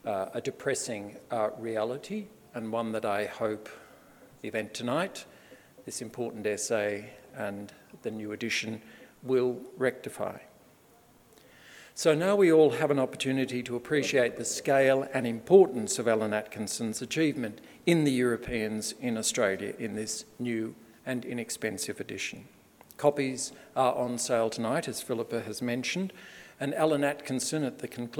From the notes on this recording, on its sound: This major public lecture is the culmination of his Fellowship. At the University of Sydney as part of the Sydney Ideas Lectures series.